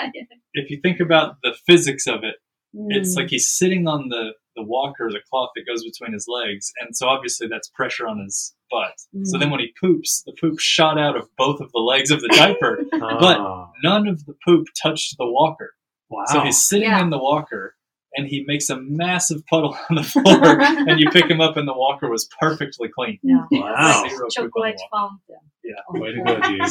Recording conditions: poor sound quality